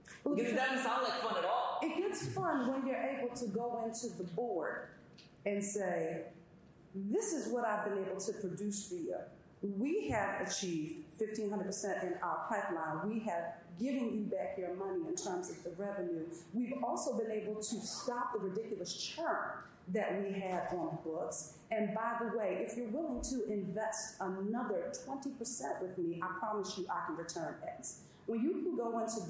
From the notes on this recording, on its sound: Audience Q&A